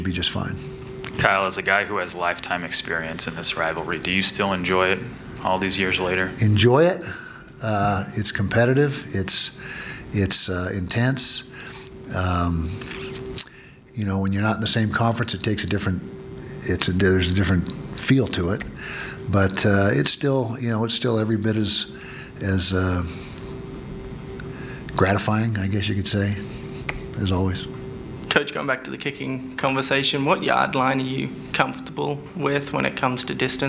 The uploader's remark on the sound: Press Conference - August 26, 2019. Addressed the media ahead of the season opener against BYU.